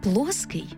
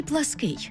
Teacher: Вони відрізняються наголосом і походженням. Перше слово з наголосом на «о» – наше споконвічне, а друге з наголосом на «и» очевидно походить з польської.